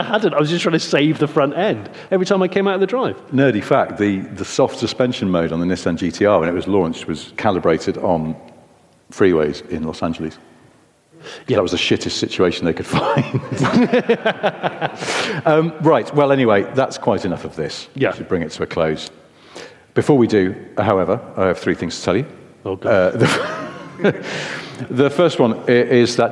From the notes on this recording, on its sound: In their second London live recording